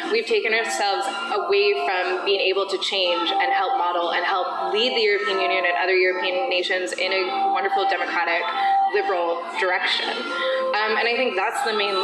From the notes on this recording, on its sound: This interview took place at the Young Liberals Summer Conference.